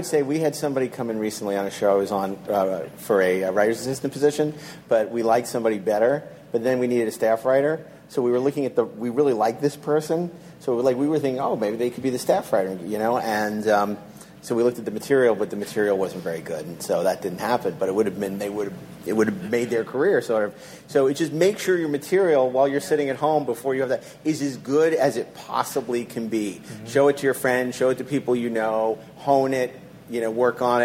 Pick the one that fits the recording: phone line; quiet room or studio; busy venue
busy venue